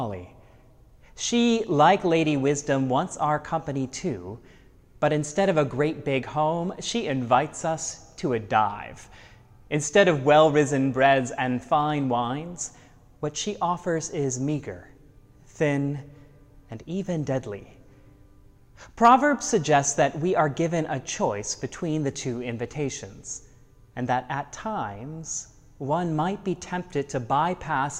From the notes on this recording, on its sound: Sermons from Old South Church in Boston.